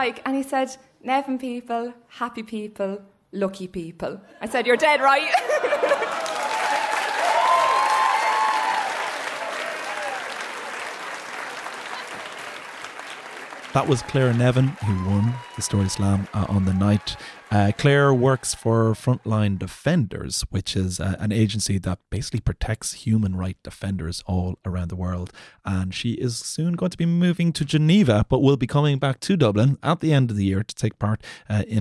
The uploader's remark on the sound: stories recorded onstage at The Dublin Story Slam